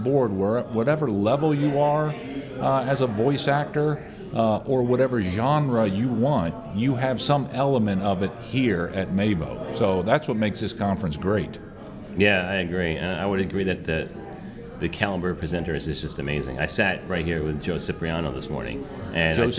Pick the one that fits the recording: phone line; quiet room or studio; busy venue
busy venue